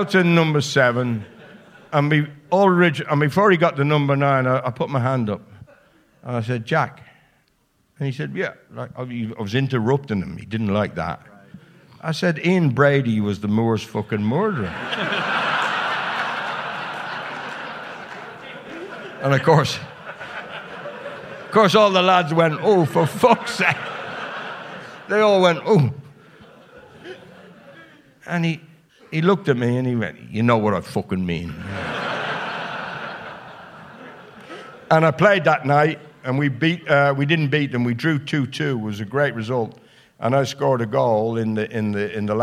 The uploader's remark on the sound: At our end-of-year live show last week. Warmly received by the Liberty Hall crowd and our World Service members alike.